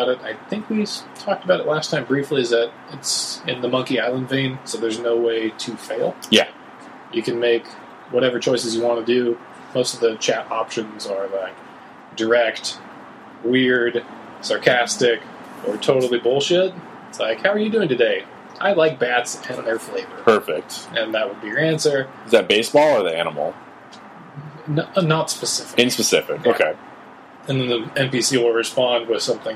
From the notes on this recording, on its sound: Forget to plug in the sound mixer.